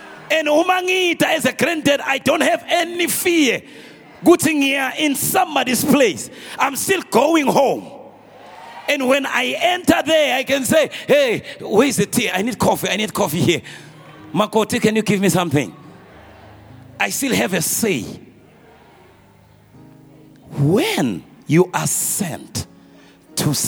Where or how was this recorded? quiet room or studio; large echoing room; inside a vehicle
large echoing room